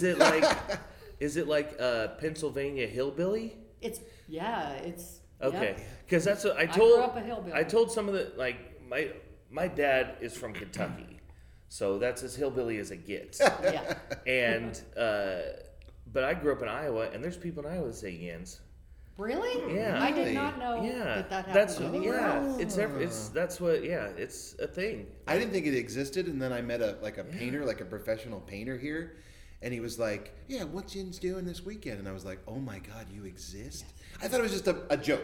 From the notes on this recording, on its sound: From the Steel City Improv Theater in Pittsburgh